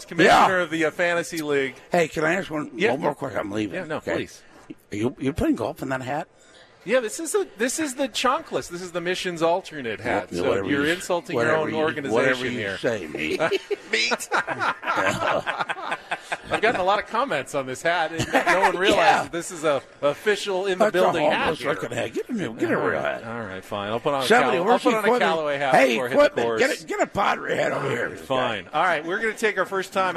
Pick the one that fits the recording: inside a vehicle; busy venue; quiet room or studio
busy venue